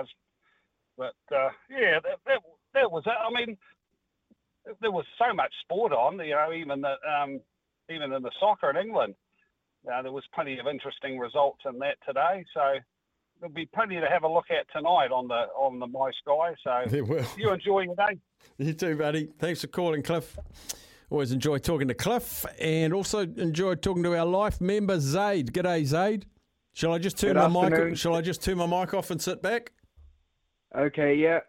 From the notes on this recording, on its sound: Hits the phone line to ask the listeners what their standout moments were from the weekend of sport.